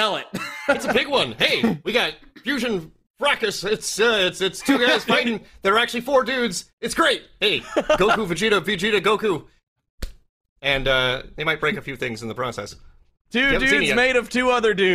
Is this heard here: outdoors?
no